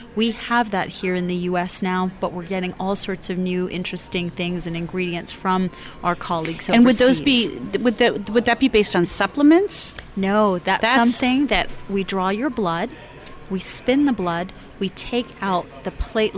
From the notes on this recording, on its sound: BEaUty Inside and Out was Live at Aesthetic Everything Show in Scottsdale, AZ.